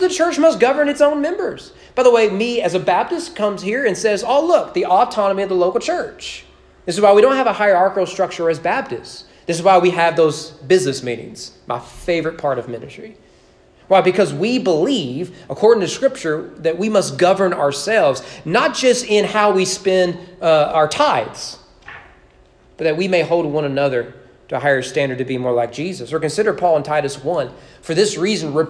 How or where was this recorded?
large echoing room